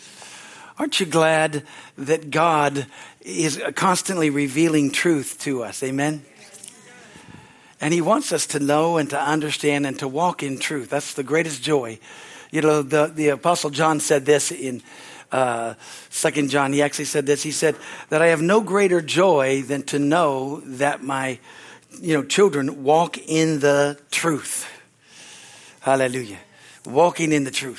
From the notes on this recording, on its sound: From the Sunday service. At Harvest Bible Church in Stockton, CA.